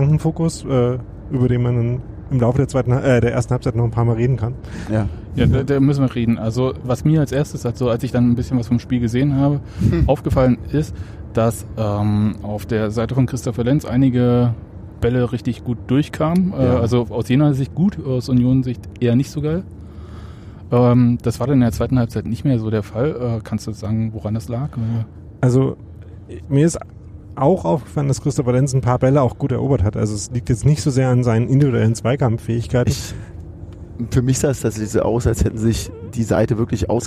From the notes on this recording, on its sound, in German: Wir reden schon auf der Rückfahrt nach Berlin über das Spiel. Der das Podcast-Mobil während der Aufnahme sicher Richtung Berlin gesteuert hat.